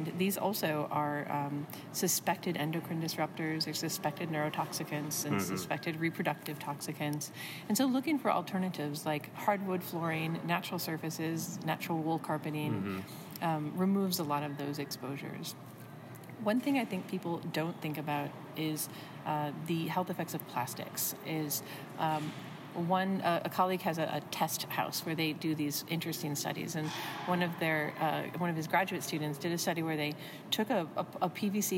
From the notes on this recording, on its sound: Live from the Texas Society of Architects 2017 Expo and Convention